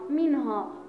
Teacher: نقرأ النون الساكنة التي أتت بعد حرف الهاء ظاهرة · Term: الإظهار